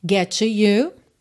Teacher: Get termina em T, to começa em T. Você, é claro, junta num T só.